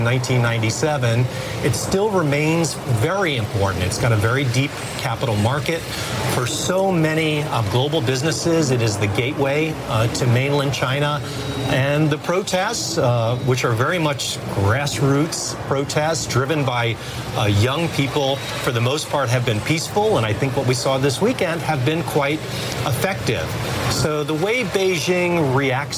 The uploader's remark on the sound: live from the New York Stock Exchange